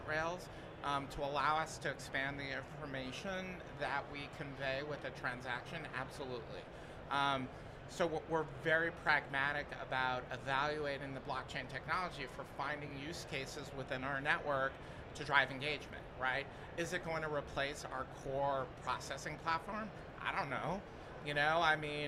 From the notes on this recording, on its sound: Recorded at Money 20/20 in October 2022.